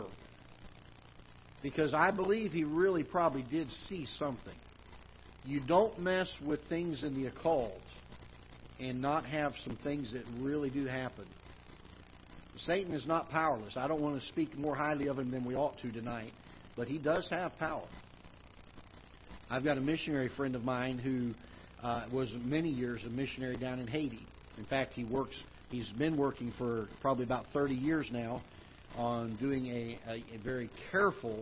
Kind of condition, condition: setting, large echoing room